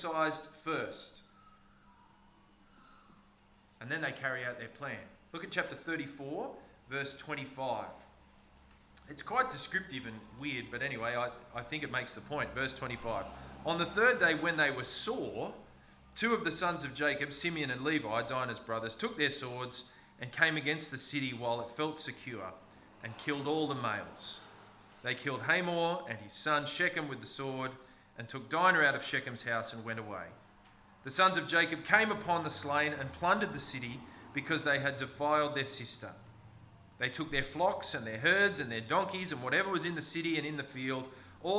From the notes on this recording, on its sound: This sermon was preached on the 26th of March 2023 at all services of Helensburgh and Stanwell Park Anglican Church.